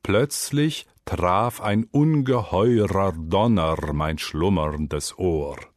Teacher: das Zungenspitzen-R ist hörbarer, heller und deutlicher als das Zäpfchen-R · wurde auf der Bühne grundsätzlich jedes geschriebene R kräftig artikuliert